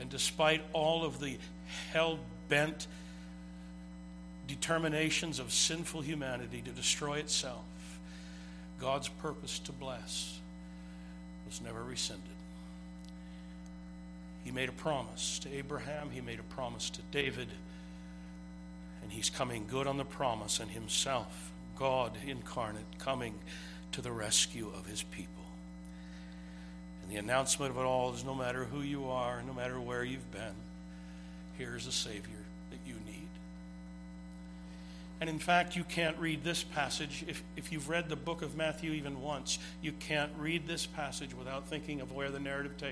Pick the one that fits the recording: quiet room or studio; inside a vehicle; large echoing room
large echoing room